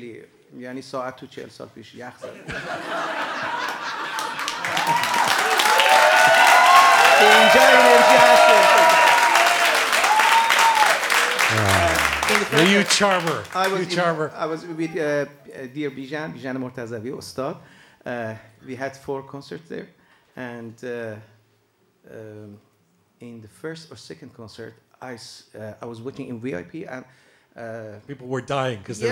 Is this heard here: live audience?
yes